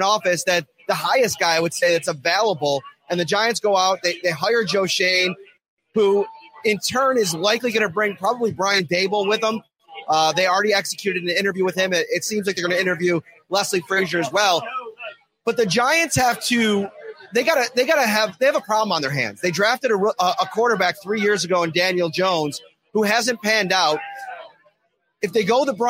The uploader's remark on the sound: live from Al's Grill and Bar in Kansas City, home of the KC Bills Backers